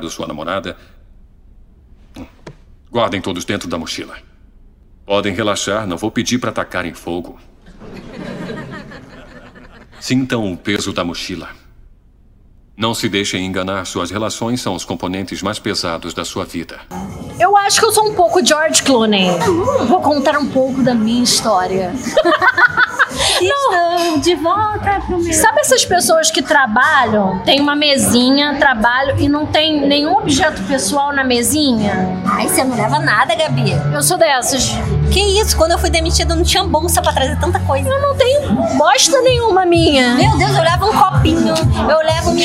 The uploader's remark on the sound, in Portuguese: diretamente do Booze Bar, na Lapa